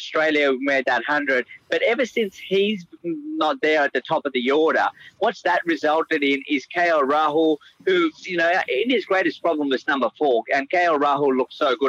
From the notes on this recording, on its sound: phones in from the World Cup on Wheels